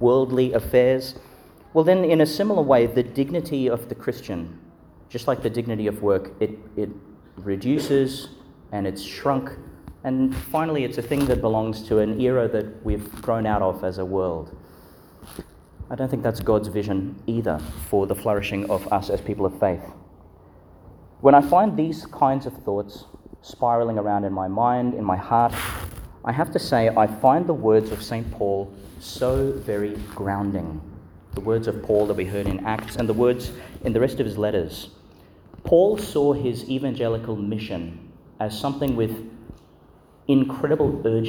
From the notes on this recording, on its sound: delivered in St Mary's Church, Ubobo, and Our Lady Star of the Sea Church, Gladstone, Qld.